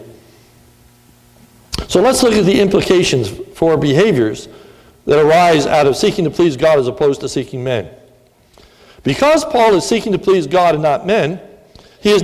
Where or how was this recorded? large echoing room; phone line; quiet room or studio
large echoing room